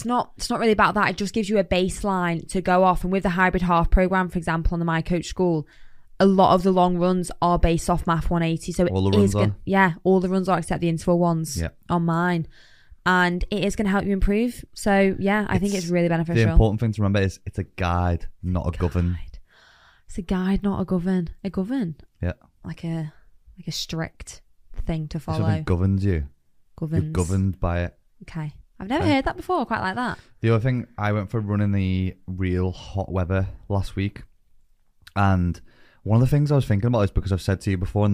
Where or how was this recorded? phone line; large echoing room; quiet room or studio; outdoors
quiet room or studio